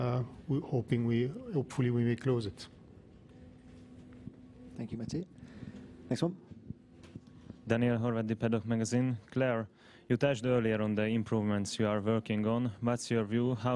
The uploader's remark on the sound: Friday Team Principals Press Conference